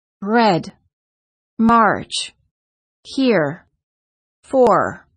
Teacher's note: the American R is produced in the back of the mouth, and the tip of the tongue never touches anywhere inside the mouth